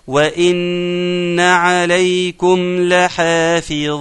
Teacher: النون حرف غنة مشدد، حرف غنة مشدد يغنى بمقدار حركتين